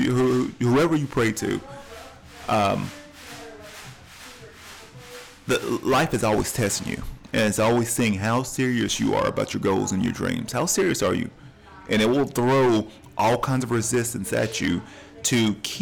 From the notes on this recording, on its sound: During my coffee tours, I recorded this episode at Ocoee Coffee Company, in Cleveland, TN.